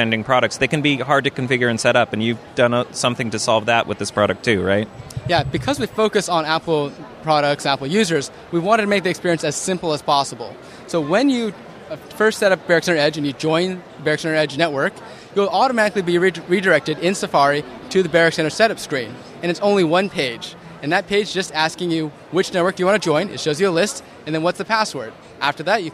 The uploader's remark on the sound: A special episode of the Maccast with interviews from the expo floor at Macworld/iWorld 2014.